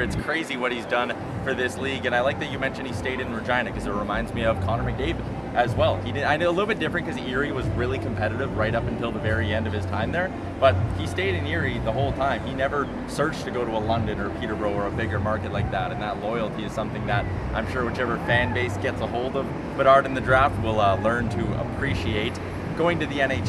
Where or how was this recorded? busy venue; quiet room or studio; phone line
busy venue